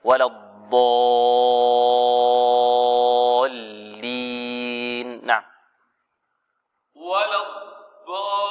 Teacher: الضاد تحتاج إلى تفخيم أكثر